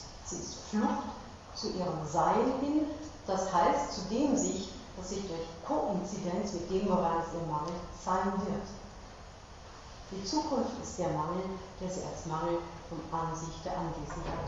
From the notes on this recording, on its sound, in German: Diese Vorlesung wurde von Studierenden der Uni Wien im Sommersemester 2012 aufgenommen